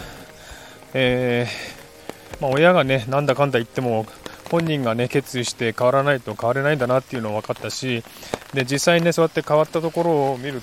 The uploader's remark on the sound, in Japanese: 雨の中を歩きながら、傘の雨の音をバックに。この配信の最後は、しばらく雨の音をお楽しみください。